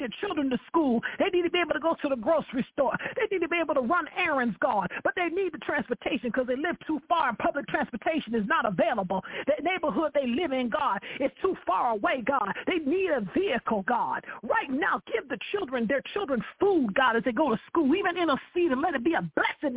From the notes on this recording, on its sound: I welcome live callers to dial. Any Imprudent calls will instantly be disconnected.